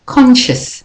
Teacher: the O-U is pronounced as a schwa sound, an U sound